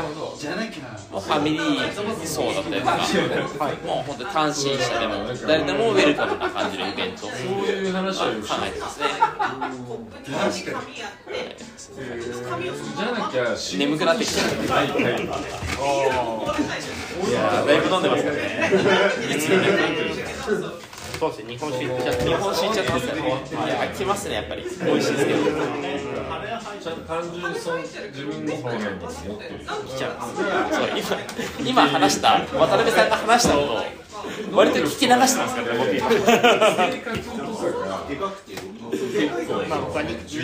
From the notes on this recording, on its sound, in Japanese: 雑音多め。忘年会会場での録音のため雑音が多めです。ホストの2人は若干酔っ払いながら話してます。